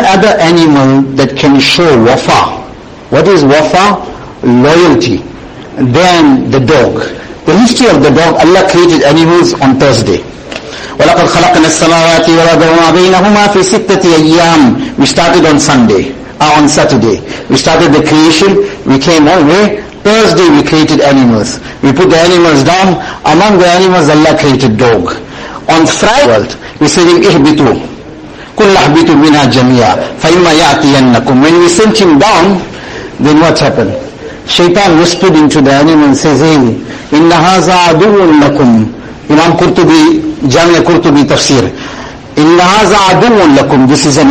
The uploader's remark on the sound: Jumuah lecture at May Street Masjid 20 Jan 2023